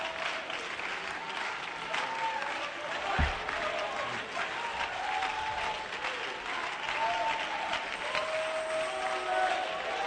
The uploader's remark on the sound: Baton Rouge Camp Meeting 2015